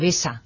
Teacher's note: Pesa y besa se oponen fundamentalmente porque en la P nosotros no hacemos vibrar las cuerdas vocales, es decir, es un sonido sordo, y en la B hacemos vibrar las cuerdas vocales, es decir, es un sonido sonoro